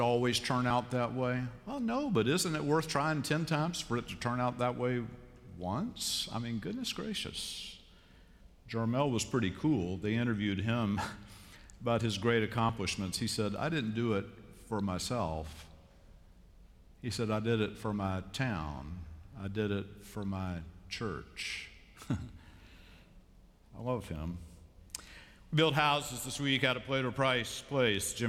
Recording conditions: large echoing room